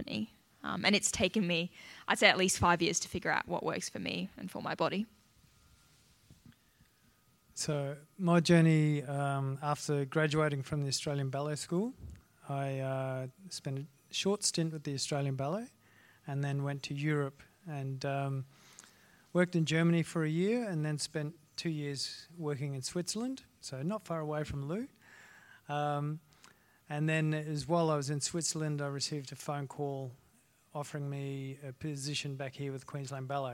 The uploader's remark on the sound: Recorded with a live audience for Queensland Ballet's Mind Body Ballet Day in November 2021.